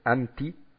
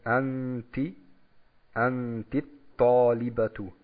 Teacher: Also hier sagen die Araber nicht anti, sondern sie dehnen das ein bisschen und bringen das runder, also diesen nasalen Ton ziehen sie ein bisschen in die Länge · Shown in: second take · damit das schön verbunden wird zwischen den zwei Buchstaben. · Term: Verschmelzung